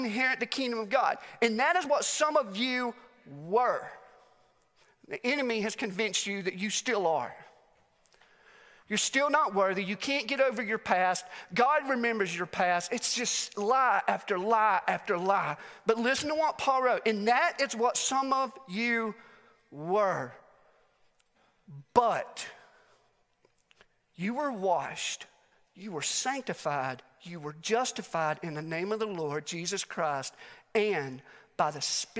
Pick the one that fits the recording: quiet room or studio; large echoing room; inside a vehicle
large echoing room